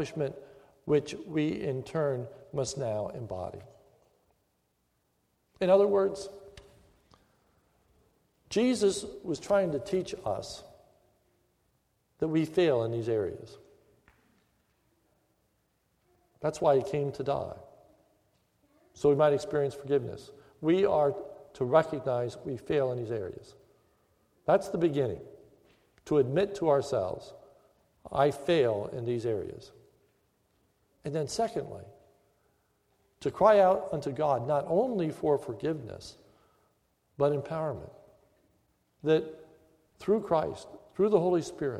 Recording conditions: large echoing room